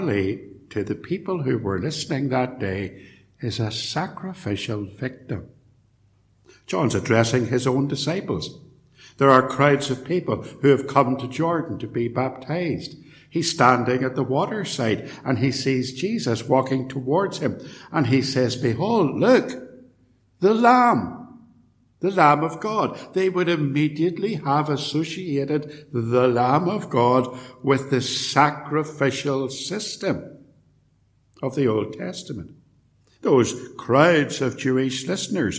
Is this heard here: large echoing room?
yes